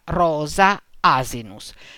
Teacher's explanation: L'esse intervocalica si pronunzia normalmente sonora